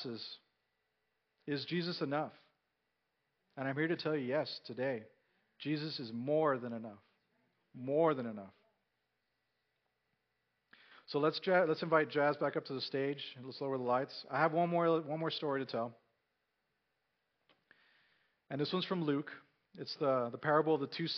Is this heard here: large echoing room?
yes